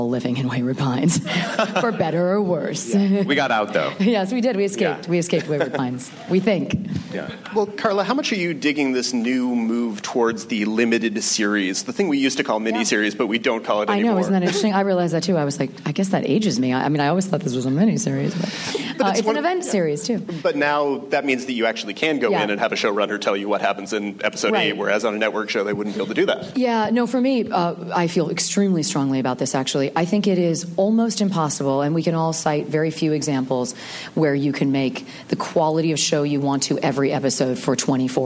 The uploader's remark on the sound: Recorded at ATX Television Fest in June 2015.